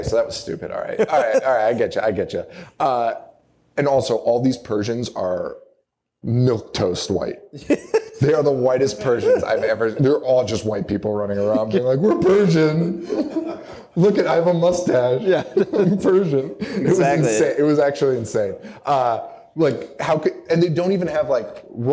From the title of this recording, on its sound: Live in Chicago!